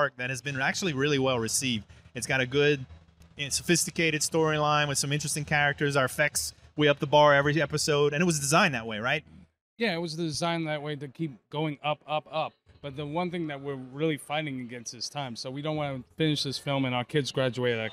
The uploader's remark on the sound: Live from Fan Expo New Orleans! Live” at Fan Expo New Orleans.